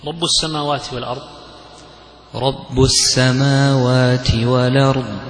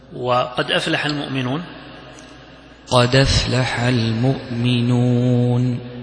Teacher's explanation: نقل حركة الهمزة إلى الساكن قبله، فتسقط الحركة ولكن بشرط أن يكون آخر آخر كلمة، وأن يكون غير حرف مدي، وأن يكون غير حرف مدي، وأن تكون الهمزة أول الكلمة الأخرى، سواء كان ذلك الساكن منونا أو معرفا أو غير ذلك. · Term: النقل